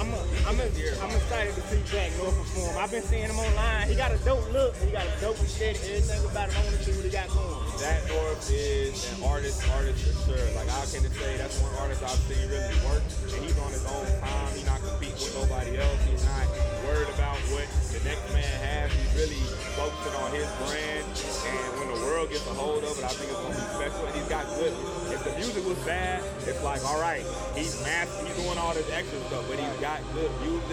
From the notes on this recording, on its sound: live from the OutDaMud event in Charlotte, NC